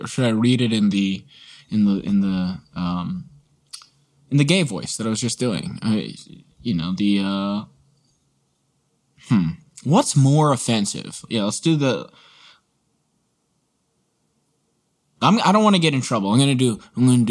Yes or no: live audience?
no